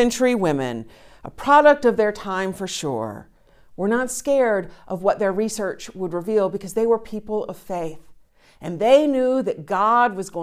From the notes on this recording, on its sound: Recorded live each week at First Pres in beautiful historic downtown New Bern, North Carolina. First Presbyterian Church, New Bern, North Carolina, established in 1817.